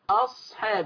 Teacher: انتبهي إلى كلمة أصحاب عشان ما نقلقلش الصاد